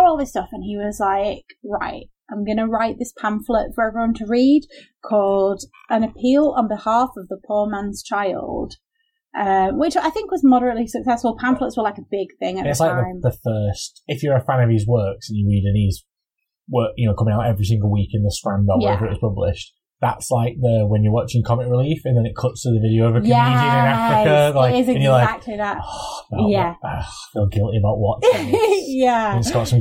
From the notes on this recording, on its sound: Sorry about the sound this week - we had too many beers and the recording went wrong.